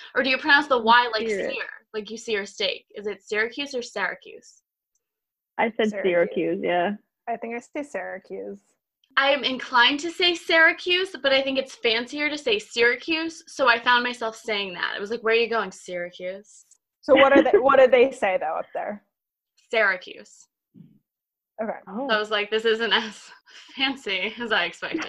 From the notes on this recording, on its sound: reunite in the Zoom room